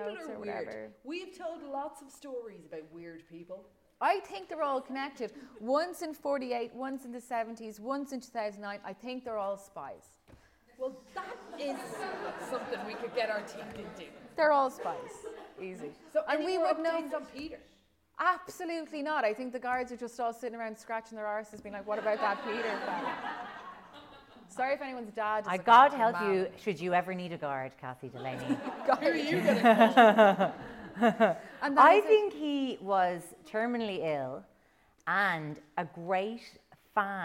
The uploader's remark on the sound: This week we have the second of our Halloween live shows - fear. DISCLAIMER: This was recorded in a live venue and the sound is inconsistent in places.